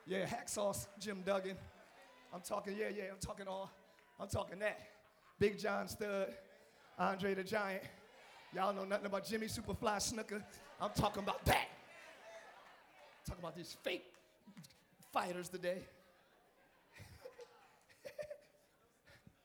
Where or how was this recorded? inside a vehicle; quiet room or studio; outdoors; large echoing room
large echoing room